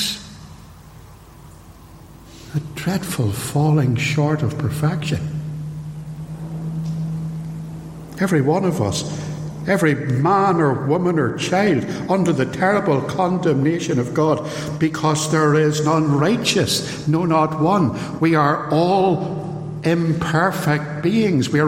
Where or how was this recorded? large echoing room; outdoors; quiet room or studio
large echoing room